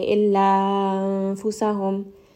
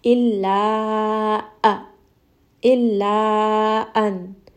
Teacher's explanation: make sure that we have that kind of sharp sound of that hamza, that sharp switch over. · Shown in: second take · We don't want to merge them together and say illa anfusahum.